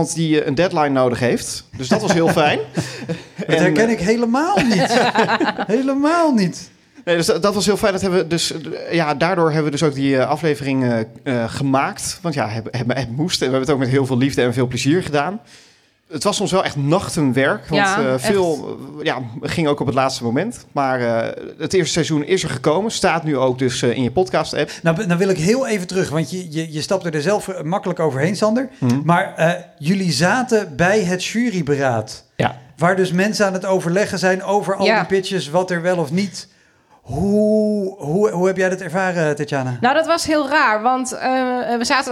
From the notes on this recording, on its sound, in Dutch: Live seizoenspresentatie. Tijdens een live podcast in Bibliotheek Mariënburg te Nijmegen.